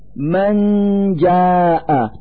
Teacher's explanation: نلفظ النون الساكنة من كلمة من مخرج الجيم من كلمة جاء، فنقول من جاء مع إظهار الغنة التي تدل على وجود نون ساكنة.